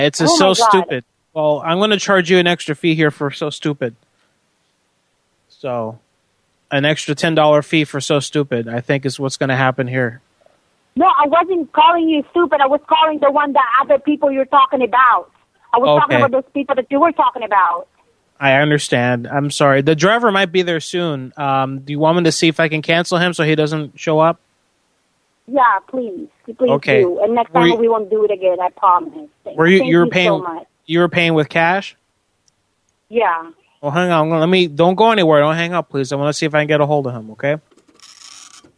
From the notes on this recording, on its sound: Prank Phone Calls Collection.